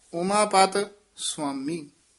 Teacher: ਉਮਾ ਅਤੇ ਪਤ ਦੇ ਵਿੱਚ ਡੈਸ਼ ਜੀ ਦੇ ਕੇ ਲੰਮੀ ਆਵਾਜ਼ ਨਾਲ ਬੋਲਣਾ ਹੈ। ਉਮਾ ਦਾ ਪਤੀ ਯਾਨੀ ਸ਼ਿਵ ਜੀ, ਗੋਤਮ ਨਾਰ ਉਮਾਪਤ ਸਵਾਮੀ।